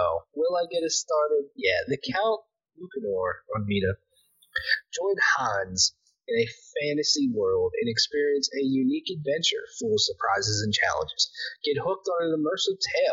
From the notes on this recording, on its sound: APOLOGIES FOR THE BAD AUDIO! Made a dumb mistake and now it sucks.